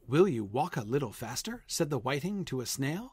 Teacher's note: every single one of those two-syllable words has the stress on the first syllable · Term: trochees